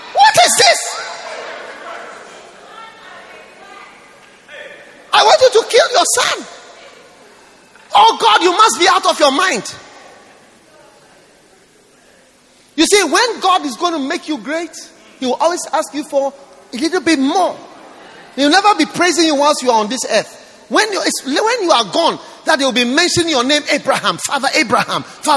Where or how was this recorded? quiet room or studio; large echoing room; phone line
large echoing room